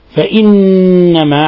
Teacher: فإنما حرف غن مشدد، النون مشددة فهي تغن مقدار حركتين